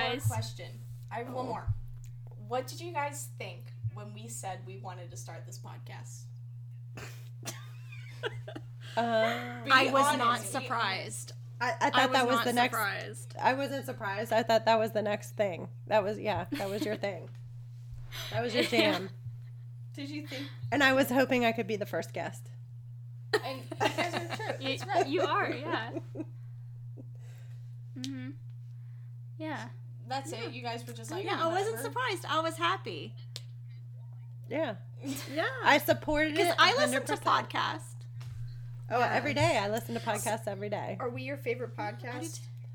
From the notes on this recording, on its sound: Please excuse any audio bad.